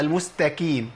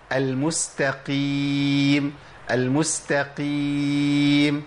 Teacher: القاف المكسوره سهل ابدالها بكاف، او ان انا ازود الصوت فيها شويه واعليه · Shown in: second take